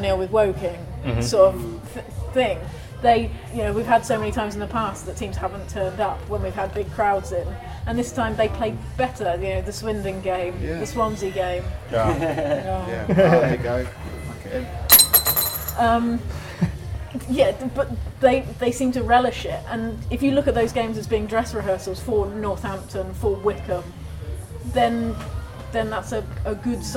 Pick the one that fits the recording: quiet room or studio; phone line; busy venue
busy venue